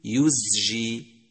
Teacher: وأما الملاحظات على نطق حرف الزاي فهي: أولا يجب بيان جهره لتمييزه عن السين، مثل يزجي، فلا تقل يسجي، فإذا همست حرف الزاي صار سينا